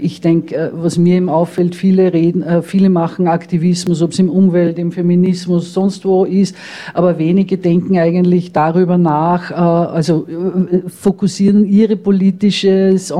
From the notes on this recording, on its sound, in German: Teil der Diskussionsrunde zu der Situation von freien Radios in Österreich, die bei der 25-Jahre Radio FRO Feier aufgenommen wurde.